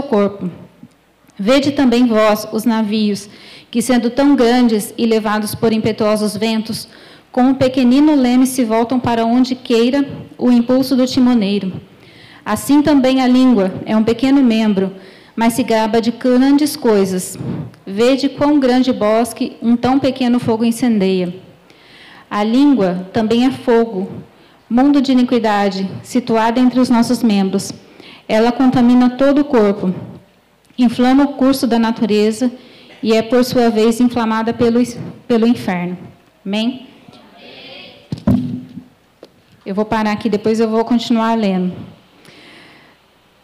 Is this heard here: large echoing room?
yes